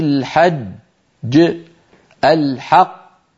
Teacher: يترك فراغا صوتيا بين الجيم الغير المقلقلة والمقلقلة